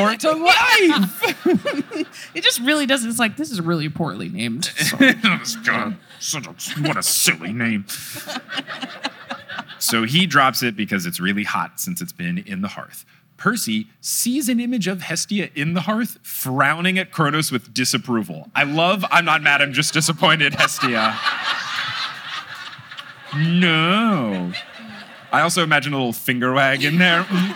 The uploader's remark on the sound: LIVE in Chicago! It’s a fun show in front of a packed crowd.